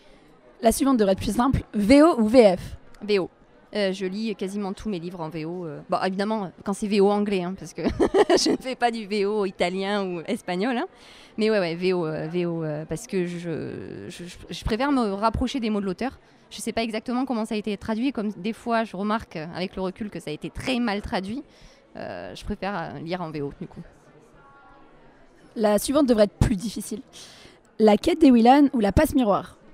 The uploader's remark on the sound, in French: Une émission, une fois n'est pas coutume, enregistrée au Salon du livre et de la presse jeunesse de Montreuil.